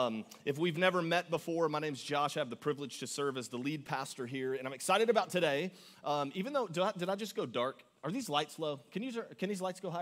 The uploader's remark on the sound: Augustine, Florida. Recorded live on February 18, 2024 at Church On The Rock.